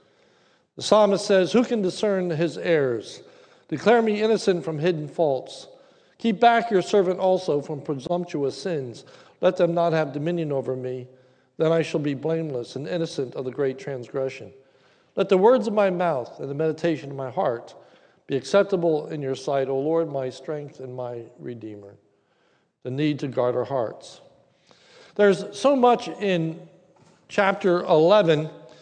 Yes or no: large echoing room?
yes